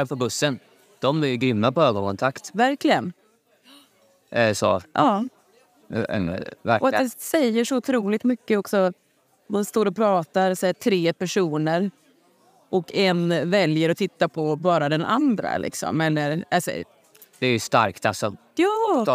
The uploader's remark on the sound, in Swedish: Vi sitter på ett café och spelar in avsnittet så ibland hörs det lite ljud i bakgrunden.